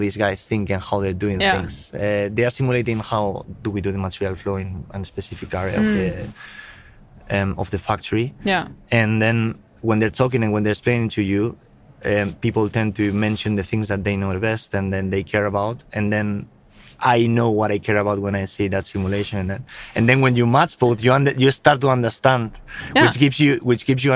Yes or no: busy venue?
yes